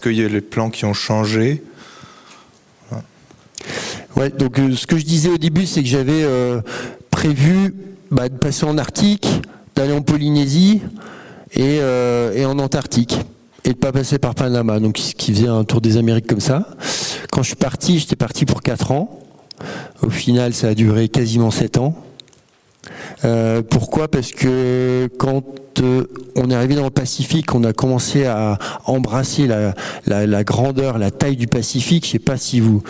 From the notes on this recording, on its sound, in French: Une conférence de l'ENSA, Ecole Nationale de Ski et d'Alpinisme.